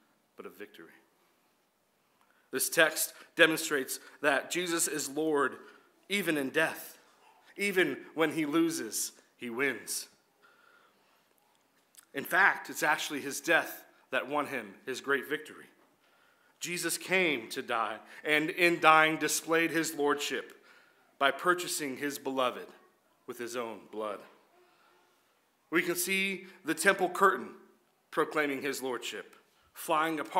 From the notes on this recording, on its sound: This was an edited recording of LBC's Good Friday service